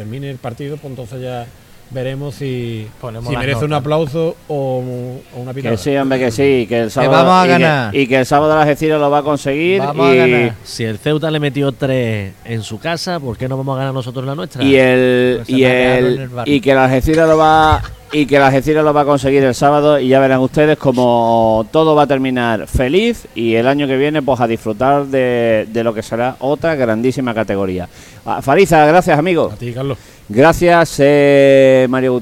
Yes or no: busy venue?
yes